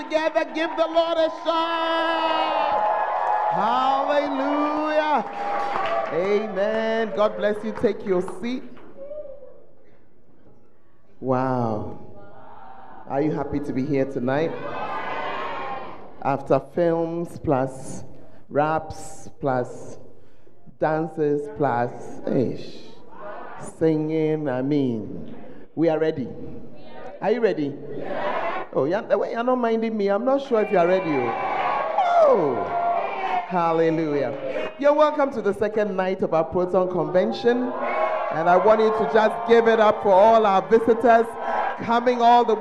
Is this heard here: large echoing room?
yes